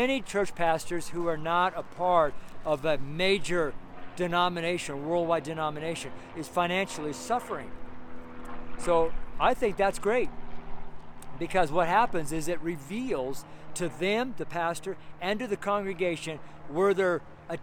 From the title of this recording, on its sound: STREET SERMON